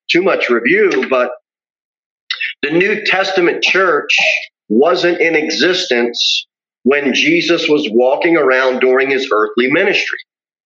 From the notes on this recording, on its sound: Sermon delivered at Pilgrim Baptist Church